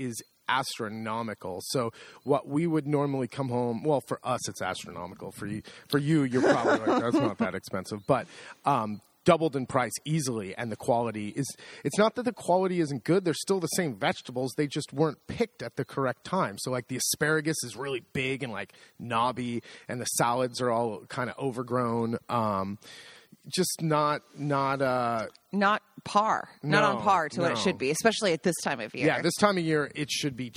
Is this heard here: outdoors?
yes